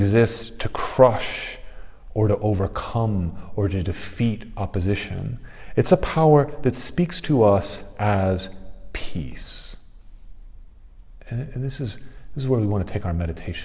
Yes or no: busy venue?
no